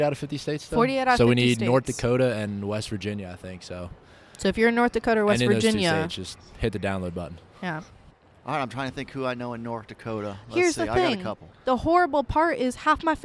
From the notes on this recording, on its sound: live from NATA 2019